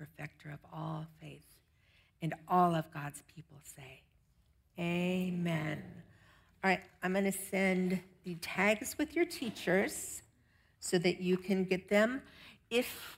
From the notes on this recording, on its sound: Audio of our worship service on 8/20/23. Streamed live on video from our campus in Westlake Village, CA.